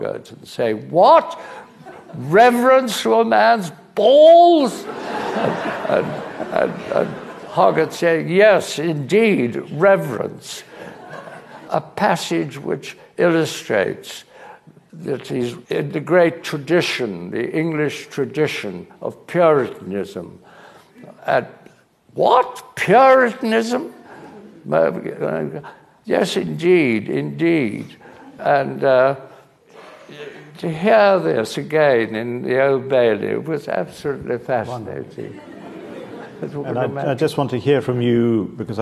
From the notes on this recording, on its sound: at a Guardian Live event